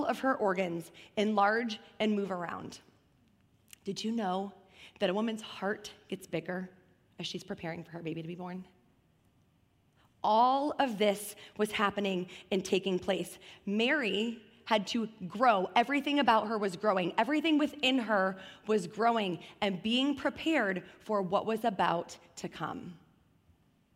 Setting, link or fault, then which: setting, large echoing room